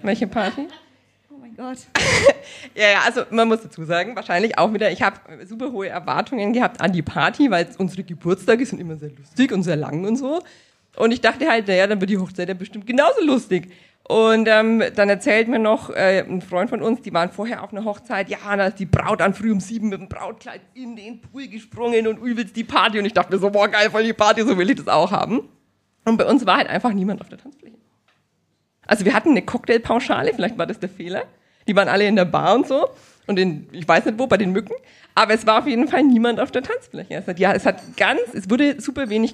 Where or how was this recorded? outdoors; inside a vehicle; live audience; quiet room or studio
live audience